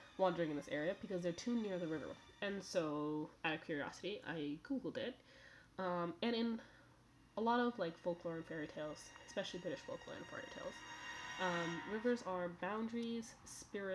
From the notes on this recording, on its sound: (Apologies for the audio volume, I'm still figuring it all out).